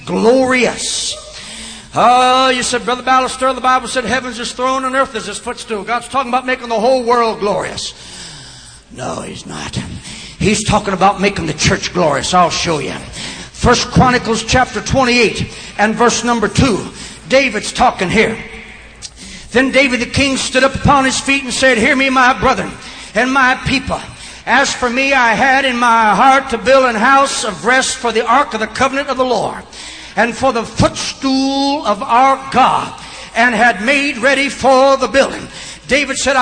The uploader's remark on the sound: preaches at Life Tabernacle Camp Meeting Baton Rouge, LA